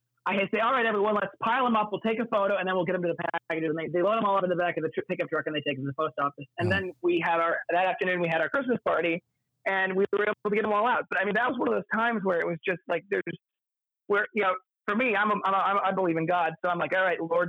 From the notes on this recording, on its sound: phone interview